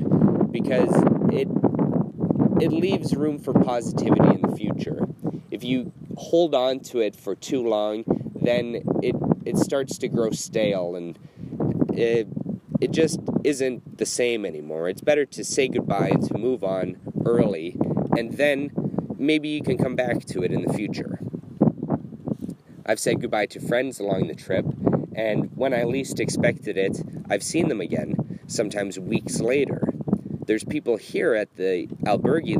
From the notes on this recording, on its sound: Recorded at the end of the Camino de Santiago in Finisterre, Spain.